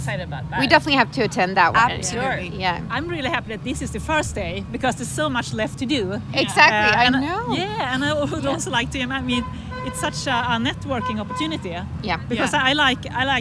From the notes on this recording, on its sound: Recorded on Friday the 9th of March, on a pulsating Austin street. Right in the middle of the SXSW festival.